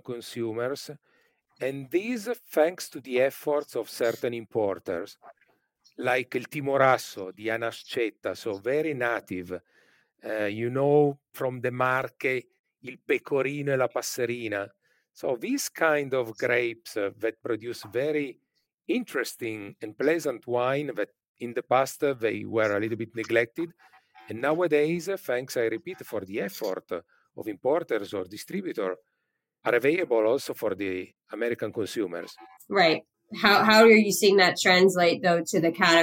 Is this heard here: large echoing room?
no